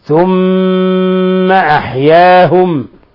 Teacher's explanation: لابد من تشديد الميم وإظهار الغنة حالة الوصل وحالة الوقف